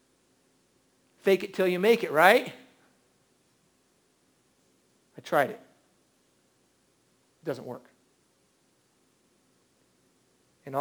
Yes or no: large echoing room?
yes